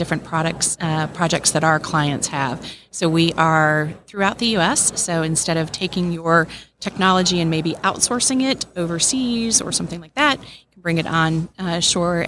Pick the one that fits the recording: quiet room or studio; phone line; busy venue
busy venue